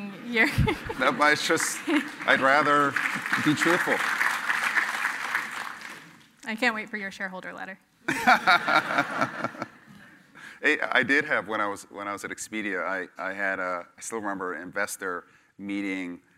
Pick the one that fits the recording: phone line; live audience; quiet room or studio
live audience